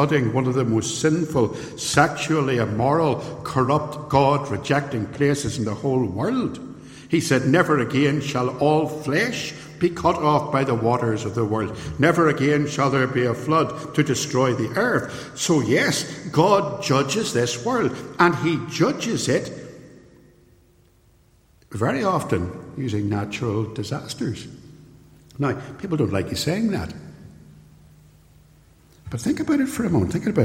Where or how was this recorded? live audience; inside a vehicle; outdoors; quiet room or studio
live audience